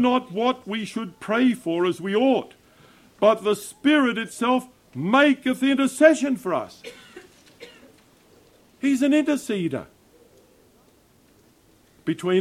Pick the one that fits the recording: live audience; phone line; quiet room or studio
live audience